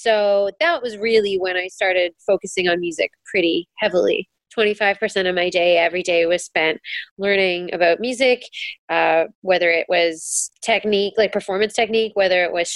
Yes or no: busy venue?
no